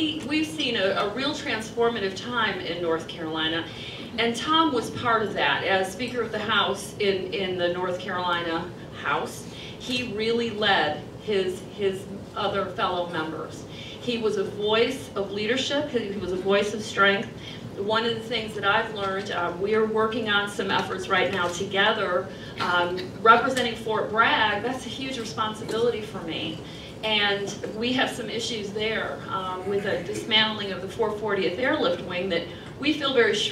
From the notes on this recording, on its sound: WASHINGTON, DC. Spoke to a breakfast meeting of The Ripon Society.